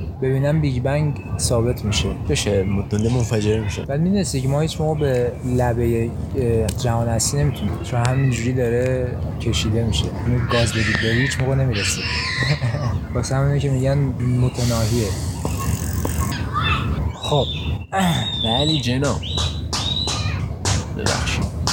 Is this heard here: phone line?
no